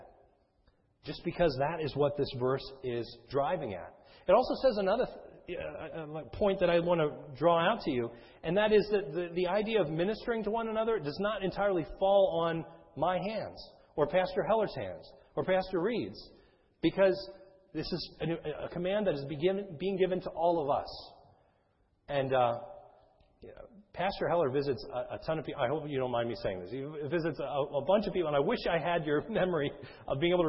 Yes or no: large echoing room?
yes